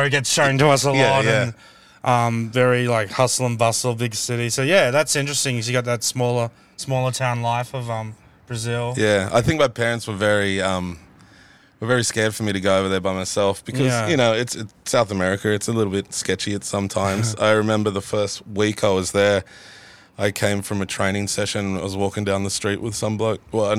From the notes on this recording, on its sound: Two large men recording a podcast in a car!